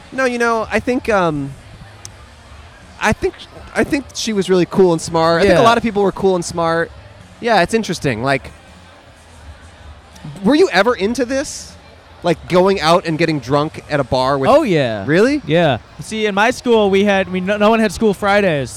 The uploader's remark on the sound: Outside A College Rodeo Bar In The South. In Fayetteville, Arkansas.